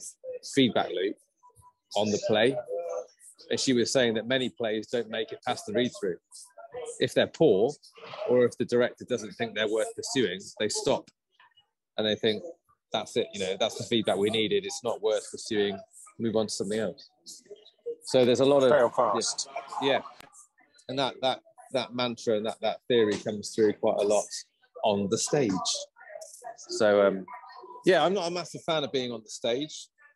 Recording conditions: background noise